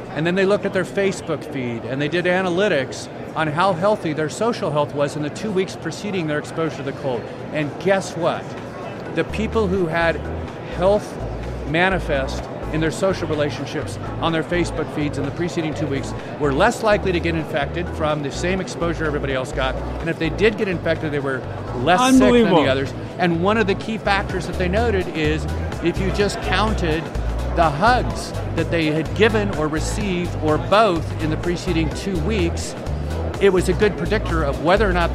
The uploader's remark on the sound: LIVE from #HiMSS16. In the LIVE from HiMSS16 series we were privileged to chat.